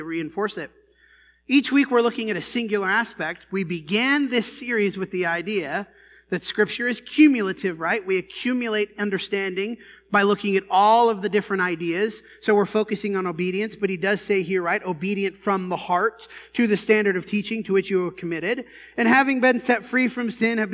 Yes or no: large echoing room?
yes